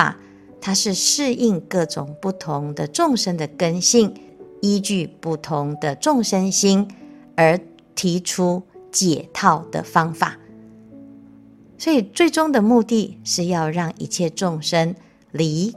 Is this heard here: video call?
no